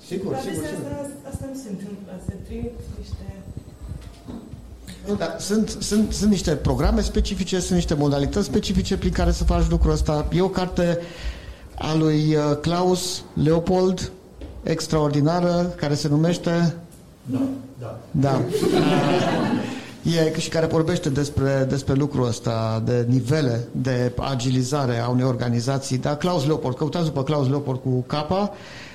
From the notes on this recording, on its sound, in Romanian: Episodul 27 conține partea a doua a inregistrării din cadrul evenimentului Agile Mammoths Games - Casa de Agile ce a avut loc în Cluj-Napoca la inceputul lunii martie. Am fost gazdele unui panel pe teme legate de agilitate. Au răspuns întrebărilor noastre și ale audienței.